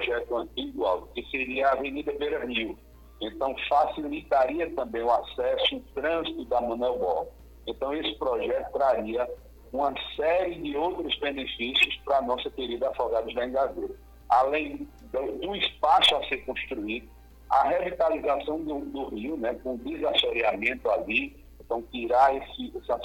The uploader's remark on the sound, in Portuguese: Durante o programa Manhã Total da Rádio Pajeú. Participou por telefone.